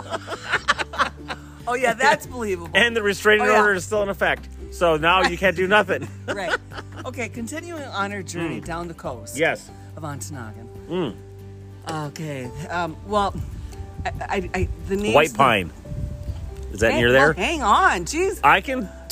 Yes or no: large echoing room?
no